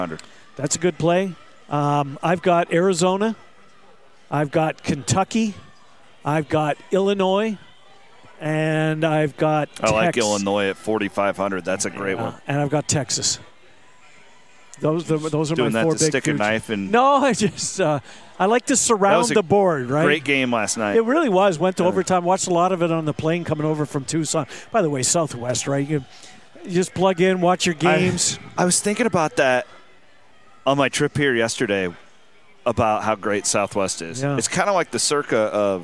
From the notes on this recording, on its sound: Pair up to cover a TON of hot topics from the floor of Circa Sportsbook in Las Vegas.